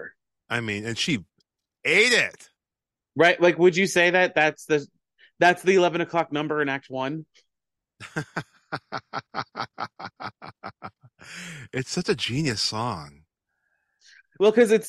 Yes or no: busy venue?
no